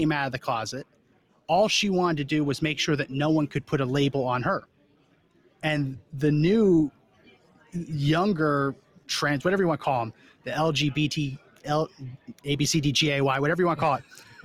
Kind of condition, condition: setting, busy venue